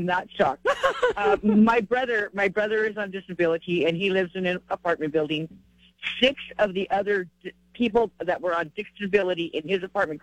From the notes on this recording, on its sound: takes your phone calls on News Radio KKOB